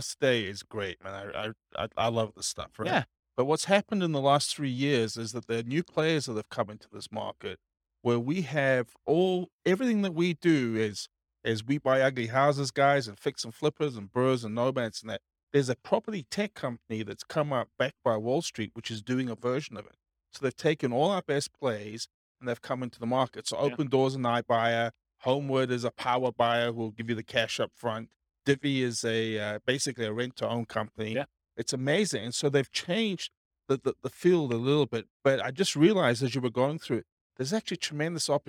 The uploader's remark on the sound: This was a live class recorded